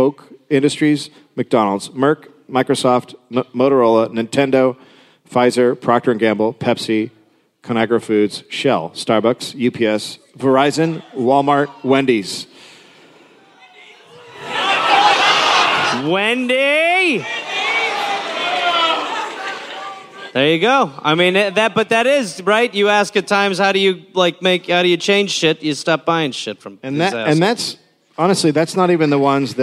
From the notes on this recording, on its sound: Recorded live in Nashville.